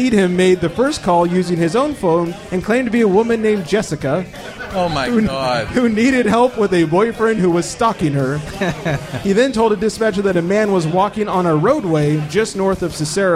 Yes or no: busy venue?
yes